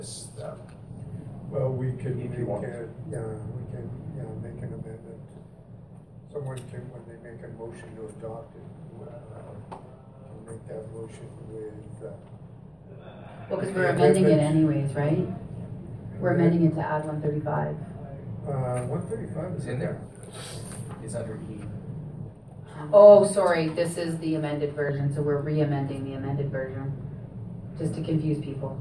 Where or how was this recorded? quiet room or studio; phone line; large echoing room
large echoing room